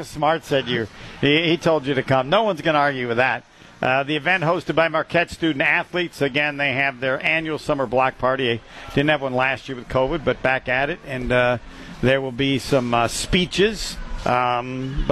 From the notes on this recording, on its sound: Broadcast LIVE from the Marquette Athletic picnic.